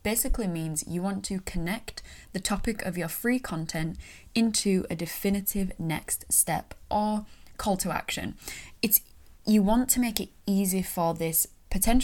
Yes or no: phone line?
no